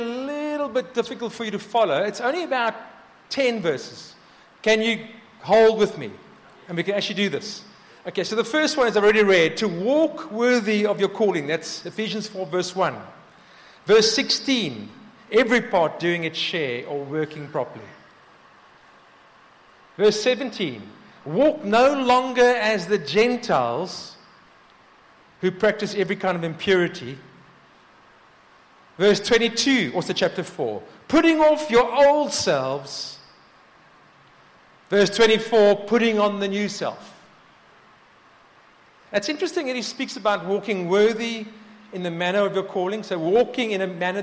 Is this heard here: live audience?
yes